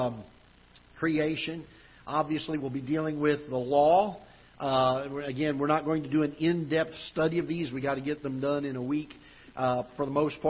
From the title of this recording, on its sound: Ketha Heights Baptist Church ~ Live Broadcast